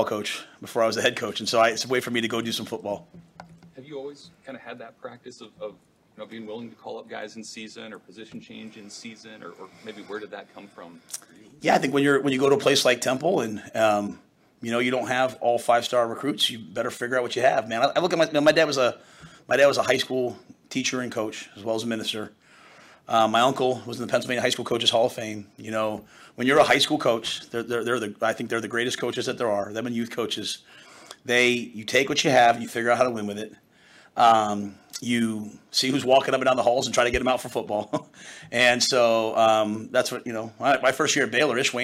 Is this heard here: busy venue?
yes